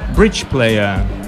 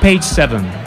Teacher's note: It's very clearly J. But when you combine it with the word player, for example, bridge player, then you would say a Ch, bridge player.